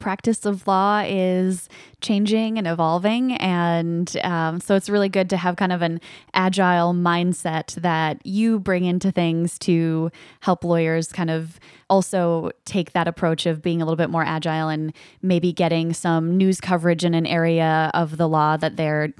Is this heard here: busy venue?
no